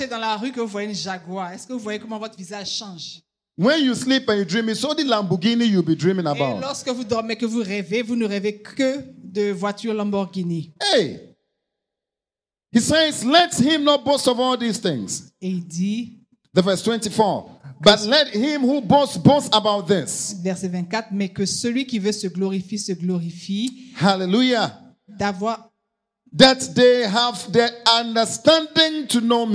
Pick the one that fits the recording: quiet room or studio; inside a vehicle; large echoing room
large echoing room